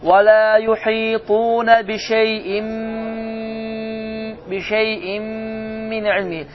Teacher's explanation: Yəni artıq sən hərflər bir-birinə daxil olacaq və səs burundan çıxacaq. · Term: İdğam ma'al ğunna